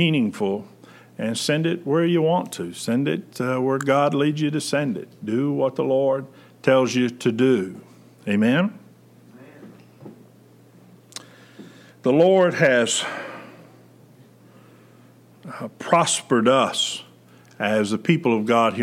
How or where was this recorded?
large echoing room